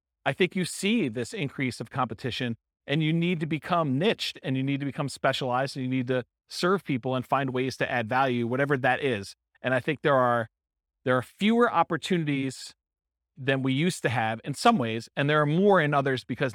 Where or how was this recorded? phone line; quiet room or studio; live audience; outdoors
live audience